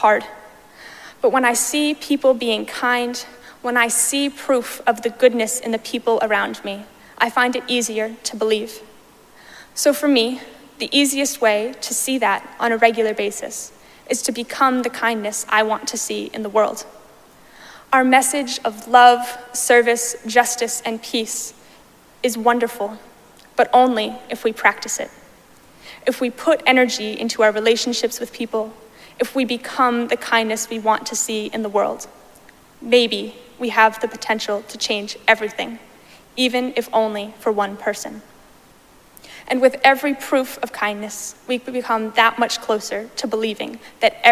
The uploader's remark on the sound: Recorded live at Arlington Street Church.